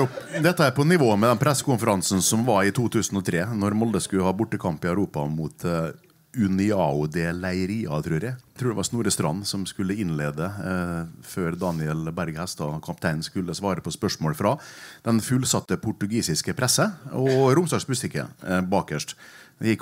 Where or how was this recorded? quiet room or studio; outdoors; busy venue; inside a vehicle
busy venue